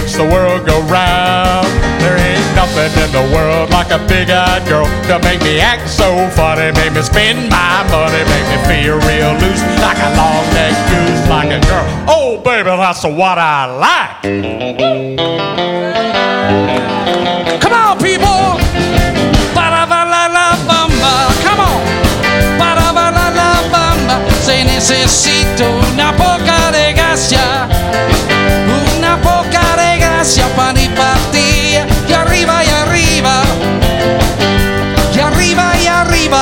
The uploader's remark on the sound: Live at the South Point Casino